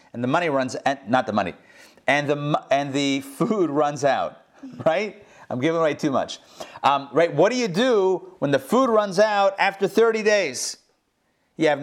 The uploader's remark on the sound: Recorded live at the Intown Jewish Academy on January 27, 2021